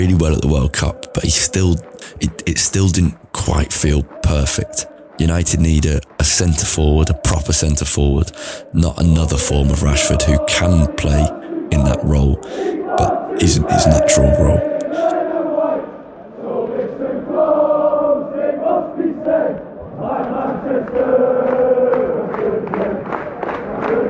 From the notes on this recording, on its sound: In the background is noise from Old Trafford, from 20 minutes before kick-off through to Rashford and Martial's first-half goals.